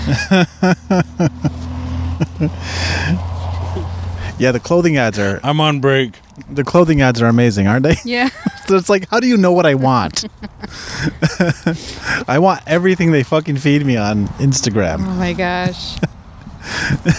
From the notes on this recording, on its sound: A very special outdoor edition. The sun is out in the north country.